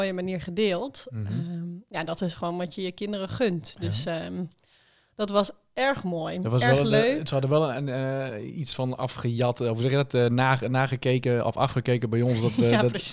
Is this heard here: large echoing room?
no